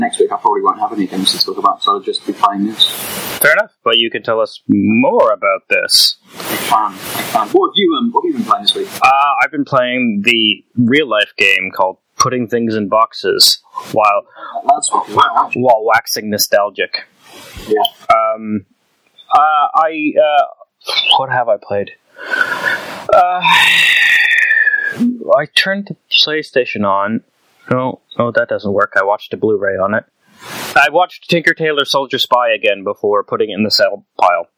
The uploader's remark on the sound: This week the pod is plagued by the gremlins that exist in the world of tubes and audio devices. Fair warning the audio is sub-optimal, to say the least. It's listenable, but sadly there are waves of noise. Apologies for the drowning audio.